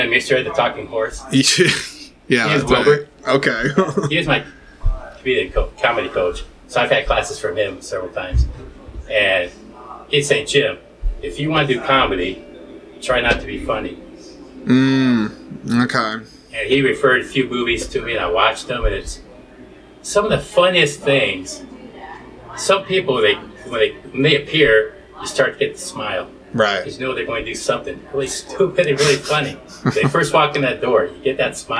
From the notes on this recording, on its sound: This episode marks the first in a limited series of exclusive conversations that were recorded on site at the 16th Annual Iowa Independent Film Festival.